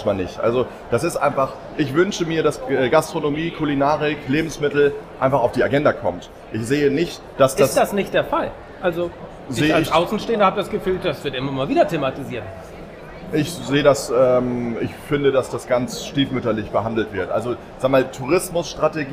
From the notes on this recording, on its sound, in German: LIVE von der Nord Gastro & Hotel. Erstes Live-Special von Bullshit & Käse.